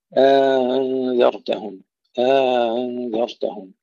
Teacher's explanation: قالون عنده تسهيل الهمزة الثانية مع إدخال ألف قبلها، أنذرتهم، أنذرتهم، إذا إدخال ألف ومقدارها حركتان فقط لا يزيد